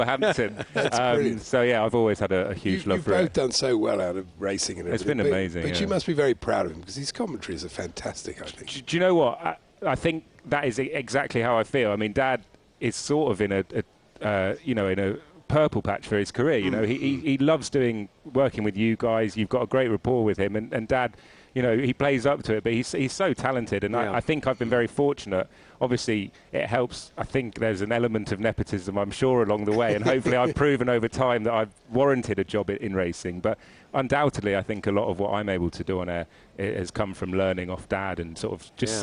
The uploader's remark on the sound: live again from Cheltenham racecourse for the second day of the Cheltenham Festival!